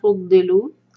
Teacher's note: ضاد کا مخرج سائڈ سے آتا ہے دال کے لیے آگے سے نکالتے ہیں زبان آگے ہوتی ہے، تو انشاءاللہ ضاد کے لیے زبان کو پیچھے کریے گا.